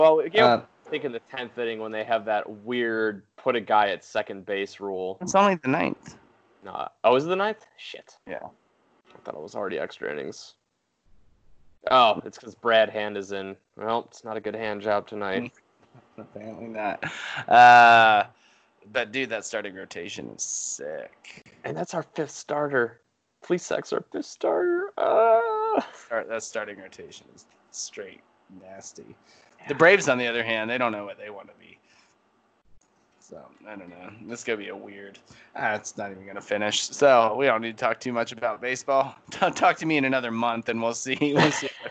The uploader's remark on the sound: Technical difficulties galore in this one.